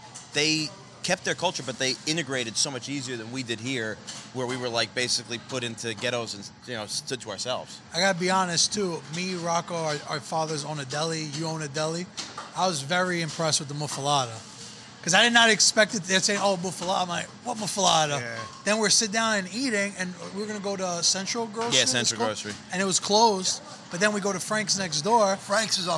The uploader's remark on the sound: Filmed live at Mike's Deli on Arthur Avenue